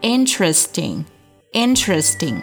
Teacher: 一定要去卷舌，发一个 R 的卷舌音啊